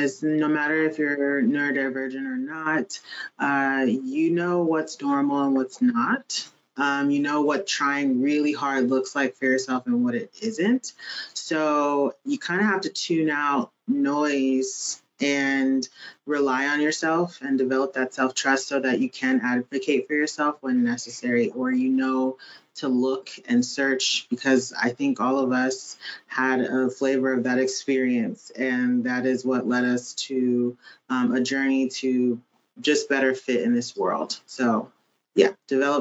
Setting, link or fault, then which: link, video call